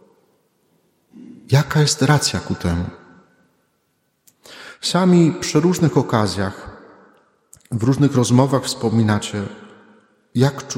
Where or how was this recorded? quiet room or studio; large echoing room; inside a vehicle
large echoing room